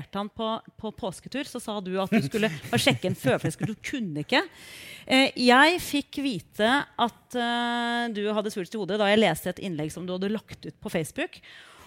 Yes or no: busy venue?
yes